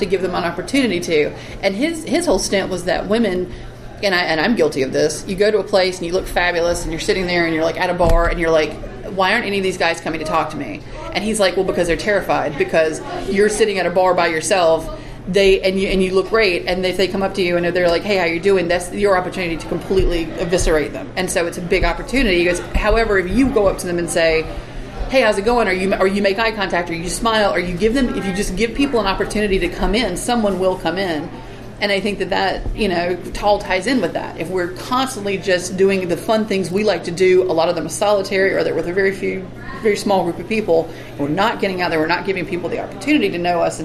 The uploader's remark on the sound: live from PSCC!